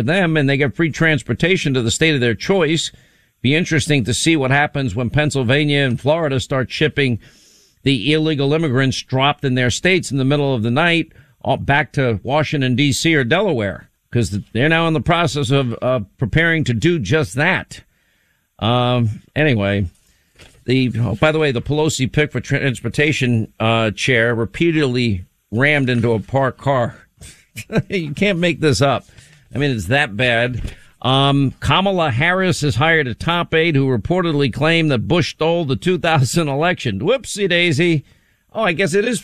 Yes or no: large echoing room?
no